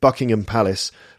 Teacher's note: So we don't actually pronounce the H in the name, which is an easy mistake to make.